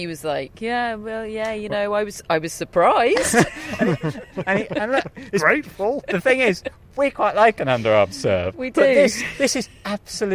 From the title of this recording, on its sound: Live from Wimbledon